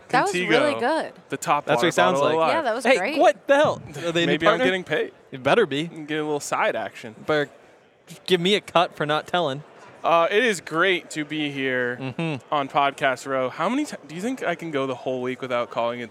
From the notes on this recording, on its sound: live from Radio Row in Phoenix, the site of Super Bowl LLVII